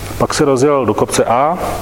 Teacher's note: A tady vlastně to pokračování je naznačeno tím, tou spojkou a velmi často vlastně intonace nějaký, nebo ta intonace, která projektuje pokračování, se realizuje právě na spojkách